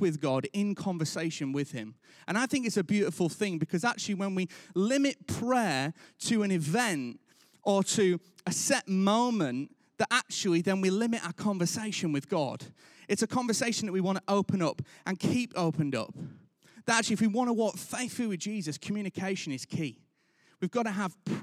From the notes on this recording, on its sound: Recorded live at Life Church Lancashire